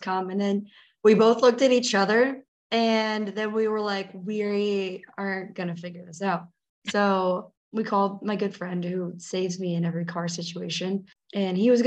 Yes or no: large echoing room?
no